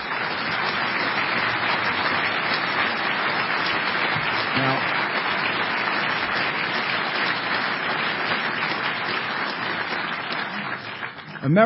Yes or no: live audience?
yes